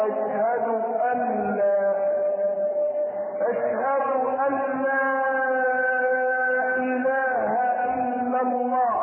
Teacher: أدغمت النون في اللام إدغاما كاملا، فنقول أشهد أن لا، أشهد أن لا إله إلا الله، لا نافية، لا نافية، أداة نفي.